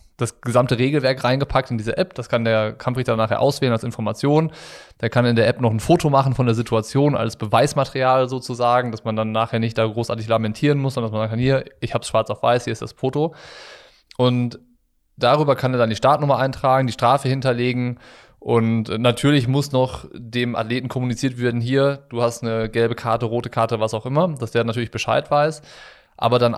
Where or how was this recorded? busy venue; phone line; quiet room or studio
quiet room or studio